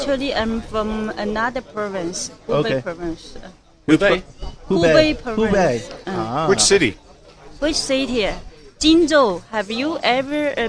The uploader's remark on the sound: This episode was recorded from The Store in Baijiao Town, of the Doumen District in Zhuhai.